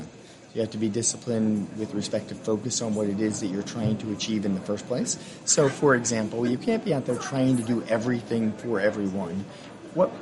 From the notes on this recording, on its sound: from the annual Insurtech Insights conference held in June in New York City